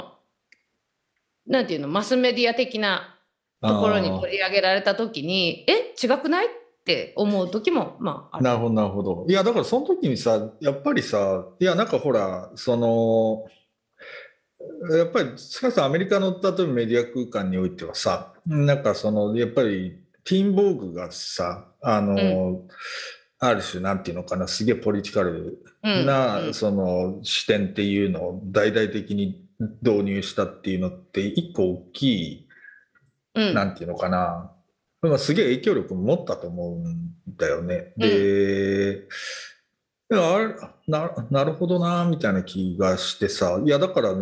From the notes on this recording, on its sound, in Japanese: 本収録はビデオ会議サービス「Zoom」を使用し。一部聞き取りづらい箇所があります。